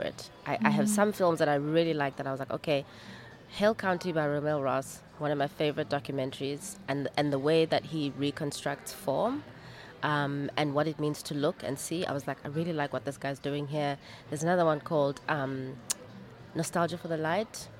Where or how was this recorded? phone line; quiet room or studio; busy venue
busy venue